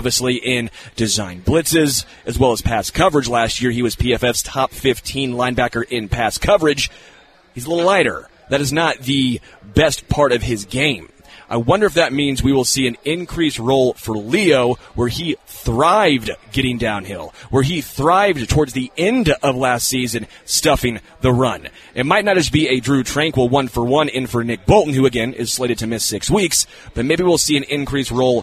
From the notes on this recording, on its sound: LIVE from Hollywood Casino!